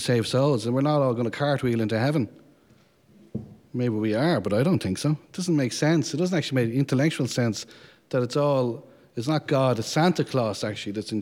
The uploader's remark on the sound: Men's Conference, held at The Morning Star Legion HQ in Dublin, Ireland on January 14th, 2022.